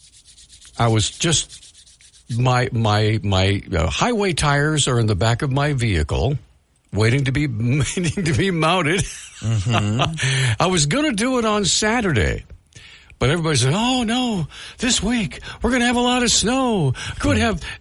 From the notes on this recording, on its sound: We had open phones during the first hour